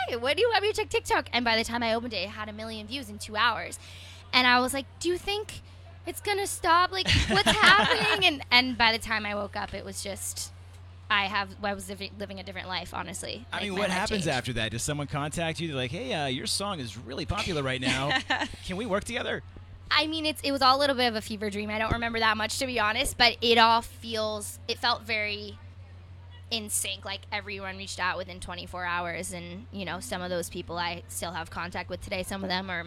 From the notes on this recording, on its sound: The MIX is live backstage at Lollapalooza 2022!